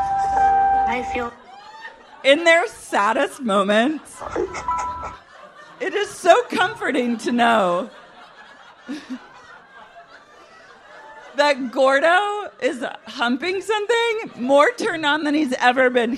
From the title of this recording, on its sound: LIVE at Sleeping Village